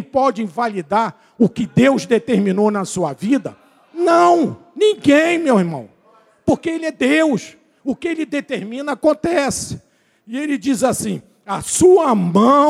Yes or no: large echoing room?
yes